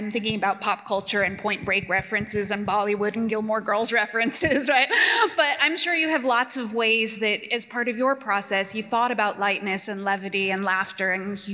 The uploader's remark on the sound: We feature a Portland Book Festival event with two prominent young adult novelists whose work appeals to readers of any age.